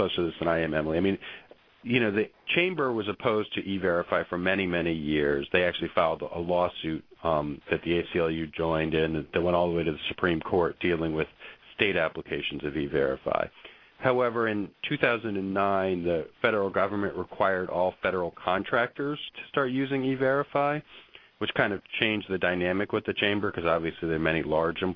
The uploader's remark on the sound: Rights Working Group held a conference call with experts on e-verify and privacy.